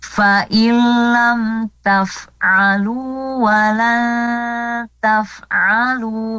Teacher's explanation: Nun sukun bertemu huruf ta. Dibaca samar dan didengungkan. · Term: ikhfa